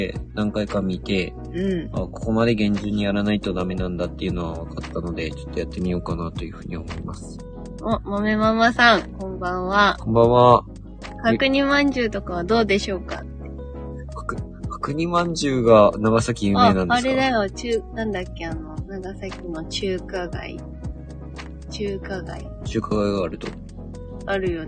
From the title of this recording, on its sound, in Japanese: 移動中車内からゆるりとお届け